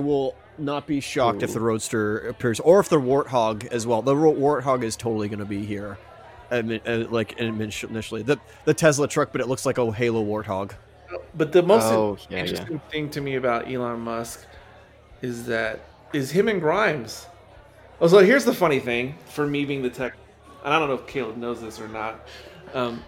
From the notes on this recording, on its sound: This episode was filmed in front of a live bar-side audience